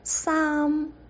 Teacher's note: 粤语里面，我们说"我支铅笔"，这里的"支"就是一支铅笔的"支"，是一个量词。在哪里？喺边度？我的铅笔在哪里？我支铅笔喺边度？再比如，我的衣服不见了。粤语说。我件衫唔见咗，你看看，我的衣服在粤语里面是我件衫，件就是件，件是量词，我件衫，衫就是衬衫的衫。在广东话里面，粤语里面，衣服我们口语里面通常说的是衫，这个衫的。发音跟一二三四的三一样，是闭唇音。三，最后嘴唇是闭着的，就合起来的，所以这个音才能发得准